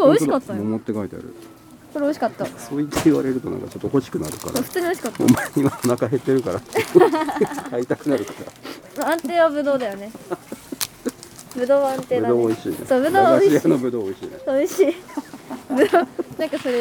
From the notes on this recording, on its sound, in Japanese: 初詣いってみた【はじめての屋外収録】。ゲストと一緒にはじめての野外収録してみたよ。